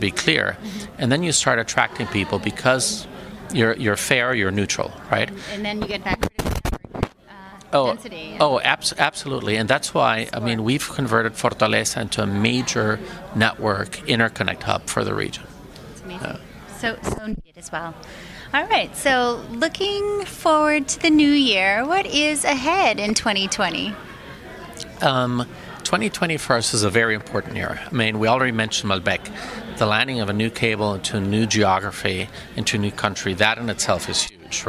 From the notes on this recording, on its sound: Live from Telecom Exchange (TEX) LA 2019